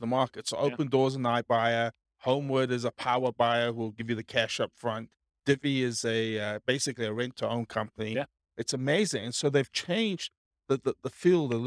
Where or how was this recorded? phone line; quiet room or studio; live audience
live audience